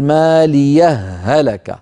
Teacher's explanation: والوجه الثاني هو الوصل مع إدغام الهاء في الهاء